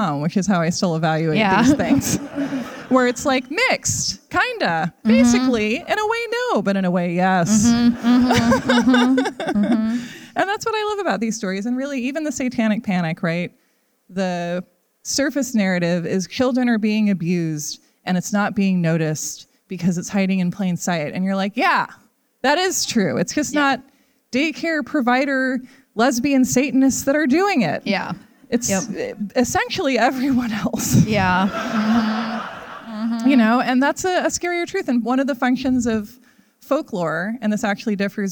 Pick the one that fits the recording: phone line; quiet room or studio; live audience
live audience